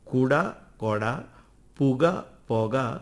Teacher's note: ഉകാരം ചേർന്ന് വരുന്ന ദ്രാവിഡ വ്യഞ്ജനങ്ങളിൽ തുടങ്ങുന്ന പദങ്ങളിൽ ഉകാരത്തിന് പകരം ഒകാര രീതിയിലാണ് ഉച്ചരിക്കുന്നത്. കുട, കൊട, പുക, പുക എന്ന രീതിയിൽ.